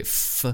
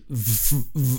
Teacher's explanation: F and v are the exact same sound, just different in terms of voicing.